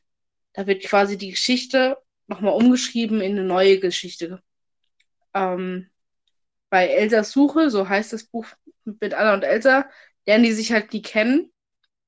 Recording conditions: drop-outs